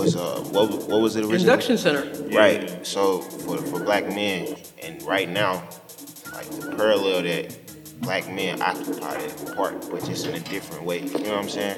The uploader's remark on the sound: Recorded live on April 15, 2023 on site at The Griot Museum of Black History in collaboration with Counterpublic, a civic exhibition that weaves contemporary art into the life of St.